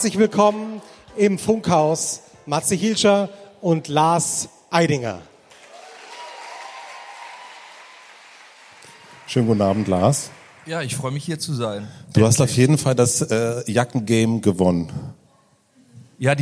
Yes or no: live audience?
yes